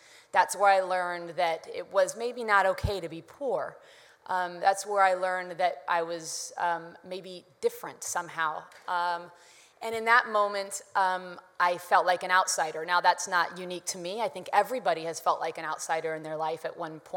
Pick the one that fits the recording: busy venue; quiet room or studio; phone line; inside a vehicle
busy venue